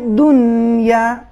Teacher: کلمہ دنیا میں حرف نون ساکن ہے، اس پر کسی قسم کی حرکت یا قلقلہ نہیں آنا چاہیے · Term: نون بالکل ساکن